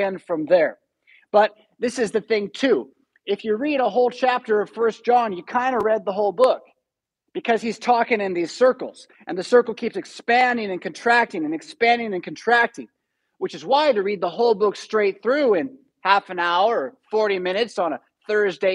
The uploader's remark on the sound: Preached at St Paul Lutheran Church , Rockford, Illinois on January 30, 2022.